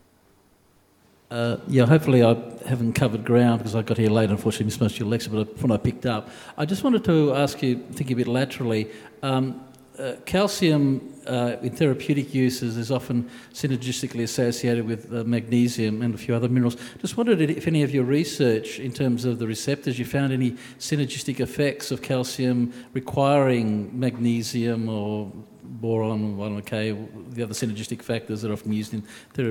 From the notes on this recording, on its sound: delivers a lecture in the 21st Century Medicine series of public lectures